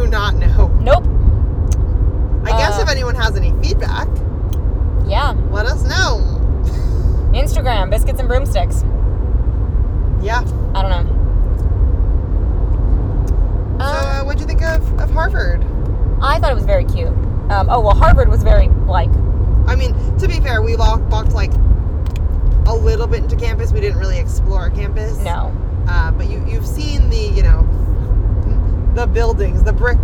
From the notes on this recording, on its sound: Car-cast (On The Road Home From New England Wizard Fest). In another chaotic episode from the car (with more driving interjections).